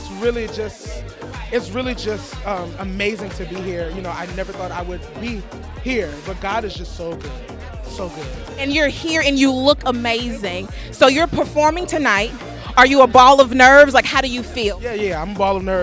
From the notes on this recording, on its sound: Live on the red carpet for the 2020 Super Bowl Gospel Celebration in Miami, Florida!